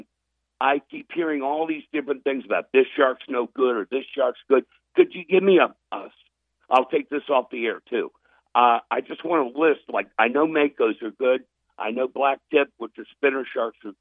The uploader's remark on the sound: did call in to share everything happening in Canton